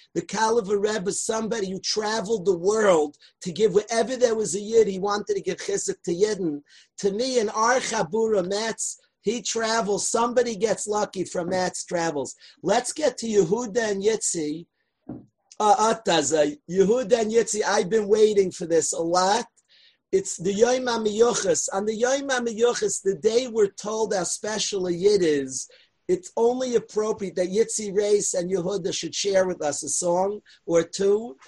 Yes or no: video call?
yes